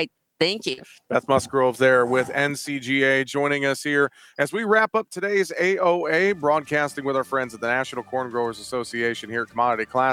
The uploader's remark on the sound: we broadcasted live from the National Corn Growers Association booth at Commodity Classic in Houston, TX!